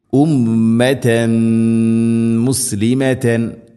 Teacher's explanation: ഉമ്മത്തൻ മുസ്ലിമത്തൻ ഉമ്മത്തൻ തൻ തൻവീനു ശേഷം മീമ് തൻവീനിനെ മീമിലേക്ക് കൂട്ടി ലയിപ്പിച്ച് മണിച്ചുകൊണ്ട് ഉച്ചരിക്കണം. ഉമ്മത്തൻ മുസ്ലിമത്തൻ ഇത് ഖാം ബിഗുന്ന.